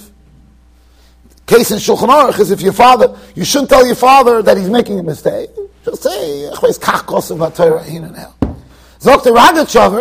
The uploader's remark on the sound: Shiur recorded in Yeshivas Ohr Reuven, Monsey NY.